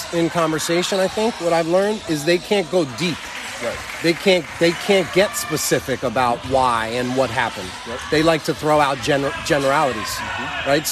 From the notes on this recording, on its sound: Live from: InSports, Trumbull, CT.